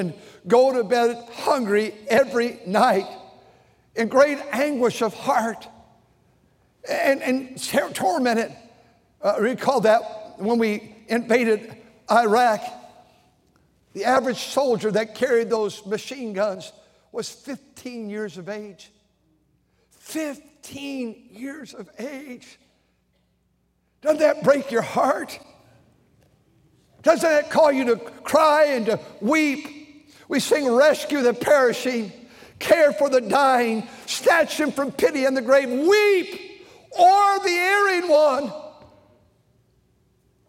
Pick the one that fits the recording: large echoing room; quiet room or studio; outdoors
large echoing room